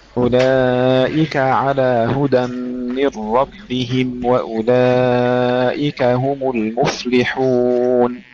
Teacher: افتحي الكاف ولا تهمسيها وهي مفتوحة